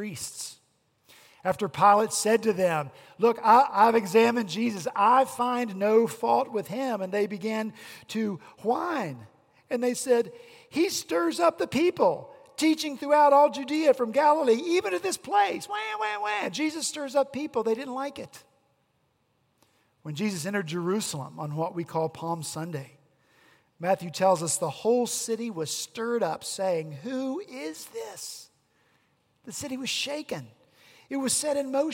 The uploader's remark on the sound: At Redeemer Presbyterian Church in Charleston, SC